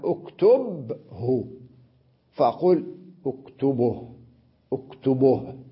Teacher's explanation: الآن سنطبق هذه القاعدة، ننقل حركة ما وقفنا عليه إلى ما قبله، مثلا اكتبه الهاء مضمومة، أنا سأنقل هذه الضمة إلى الباء التي كانت ساكنة، اكتبه، فأقول اكتبه، اكتبه، لاحظ كيف ضممت الباء لأنني نقلت إليها ضمة الهاء التي وقفت عليها بالسكون